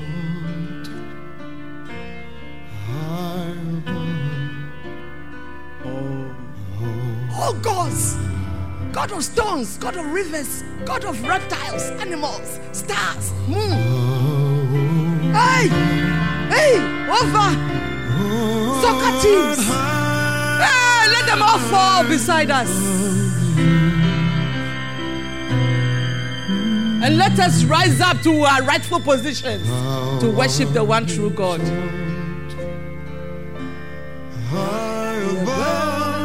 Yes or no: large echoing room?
yes